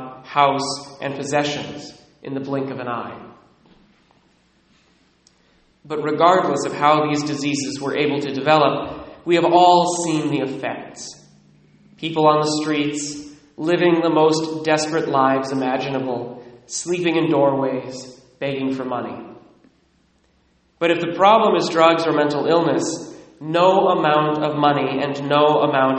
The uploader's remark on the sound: Recorded at Immaculate Heart of Mary, Sedro-Woolley, WA (11:15am)